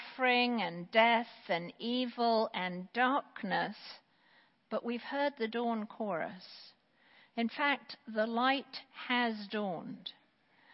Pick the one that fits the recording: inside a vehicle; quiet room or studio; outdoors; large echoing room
large echoing room